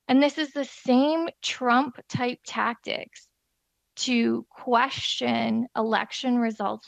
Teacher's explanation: She's got vocal fry, which is very unbecoming in an MP.